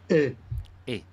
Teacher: Per pronunciare la E, ti ricordo quindi che la posizione, l'apertura della, lingua, della, della bocca è intermedia ma un po' più socchiusa, è una posizione intermedia ma tendente ad essere un po' socchiusa e devi lasciare lo spazio perché poi dovrai socchiuderla di più nella I. · Term: E chiusa